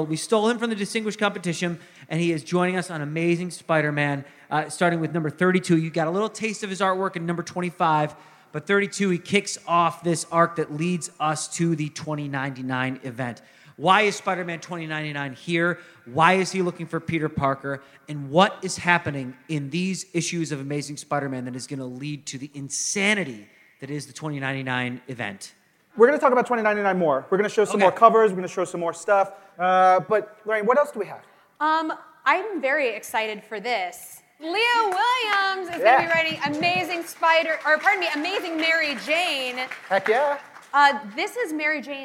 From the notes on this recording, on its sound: Live from New York Comic Con